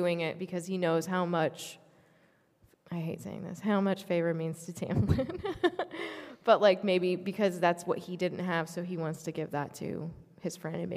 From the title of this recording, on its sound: LIVE at LeakyCon Chicago 2023!